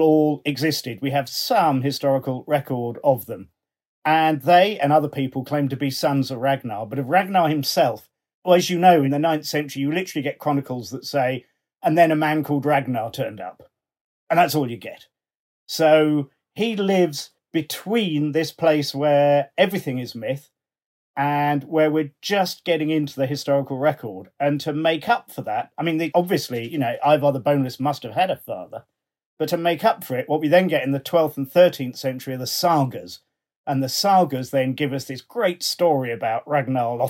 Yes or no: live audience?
no